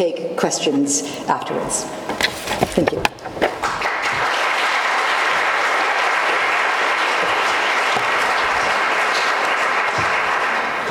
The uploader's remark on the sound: This podcast was recorded at the RSC Annual Harrell-Bond Lecture on 16 November 2011. At the Examination Schools, University of Oxford.